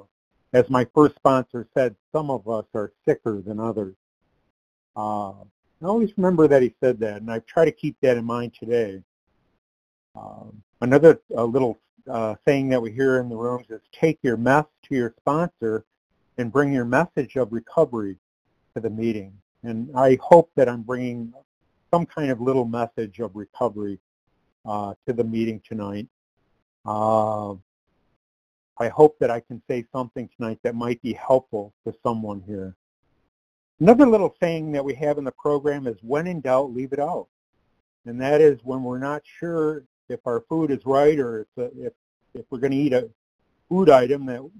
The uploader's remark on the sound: From the 100 Pounders Phone Meeting.